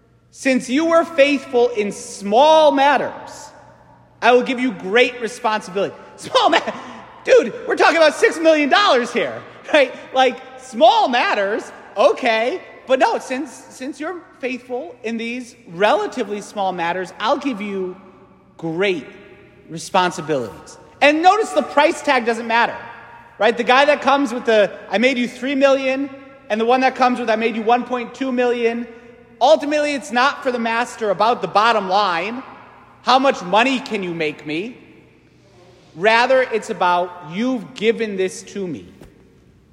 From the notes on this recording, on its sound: St Francis Catholic parish homily.